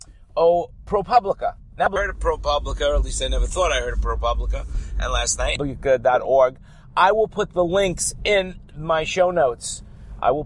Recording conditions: inside a vehicle